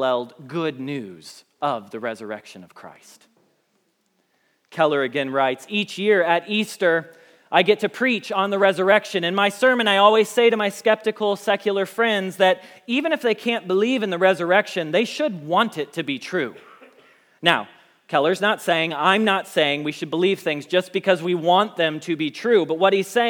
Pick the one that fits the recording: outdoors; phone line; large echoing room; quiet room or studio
large echoing room